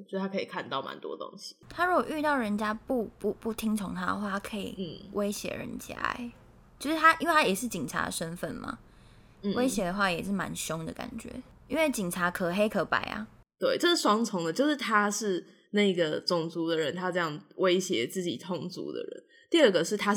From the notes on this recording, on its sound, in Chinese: 直播節目會有一些現場音或不可抗力干擾請大家原諒我們QQ